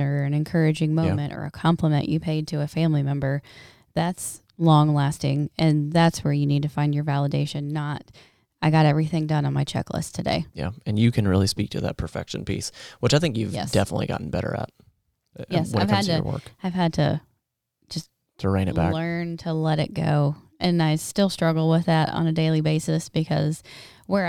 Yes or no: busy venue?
no